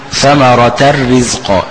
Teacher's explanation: التنوين يقلب لراء ويخش في الراء الثانية على طول اللي هي الراء المكسورة في رزقة تبقى ثمرة الرزق ماشي. · لذهاب الحرف والصفة معا، يبقى النون ذهبت وصفة الغنة برضو ذهبت وبقي الإدغام فقط. · Term: إدغاما كاملا